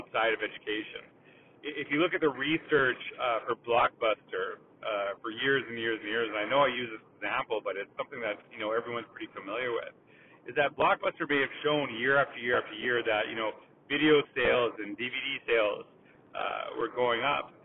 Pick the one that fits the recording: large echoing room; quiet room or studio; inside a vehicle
inside a vehicle